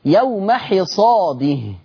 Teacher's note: عندنا كمان: وآتوا حقه ليست كحفص يوم حصاده بفتح الحاء، إنما قرأها ورش بكسر الحاء